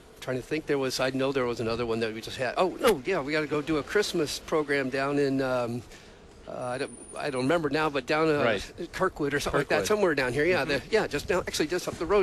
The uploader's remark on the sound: Please forgive some gaps in the podcast. We are thankful for the technology setup provided by the IT team that allowed us to broadcast live from the parking lot via WiFi!